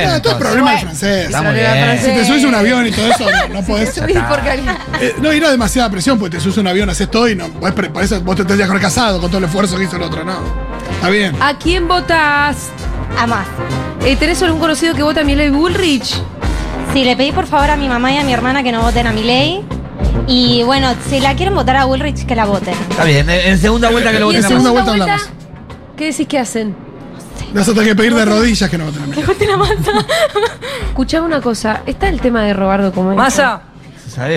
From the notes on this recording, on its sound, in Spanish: … en vivo en Yunta Bar